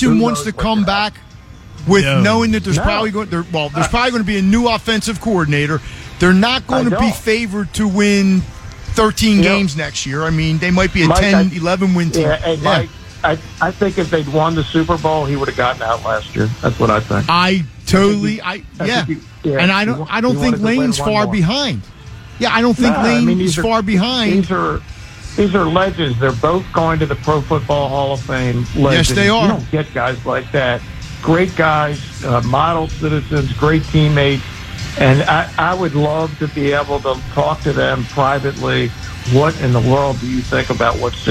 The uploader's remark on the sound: LIVE from the Parx Casino Sportsbook